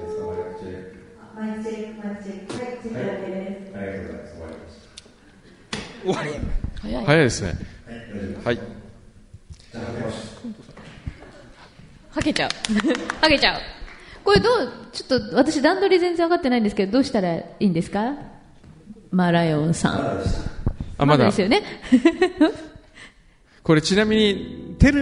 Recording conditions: live audience